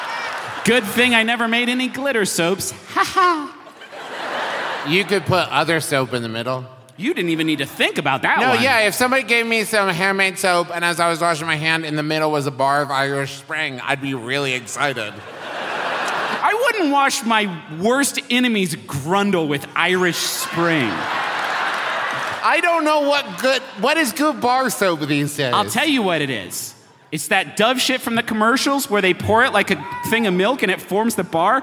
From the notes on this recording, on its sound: We present to you our recent live show from Denver, CO! It was a rowdy one, y’all.